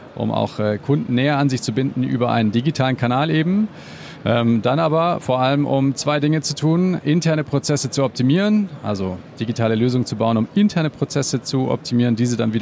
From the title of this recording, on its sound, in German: LIVE-Rundgang: Zeppelin Rental auf der bauma 2022